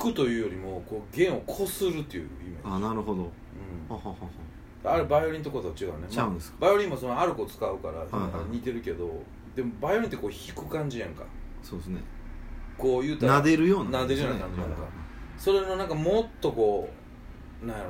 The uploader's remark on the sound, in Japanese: 神戸、SPACE DOG!RECORD(お店)より。